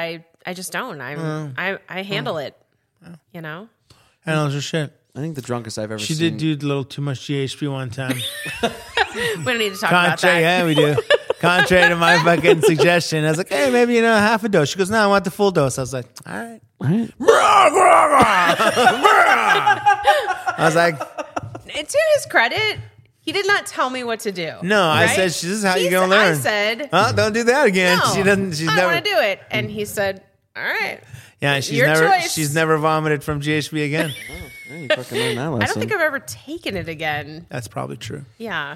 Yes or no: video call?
no